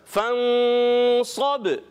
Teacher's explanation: کلکلہ ہوگا، یعنی آواز لوٹ کر آئے گی